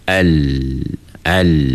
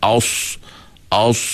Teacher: Sifat infitah ni maksudnya bila kita sebut lam, lidah kita tak melekat ke atas · Shown in: first take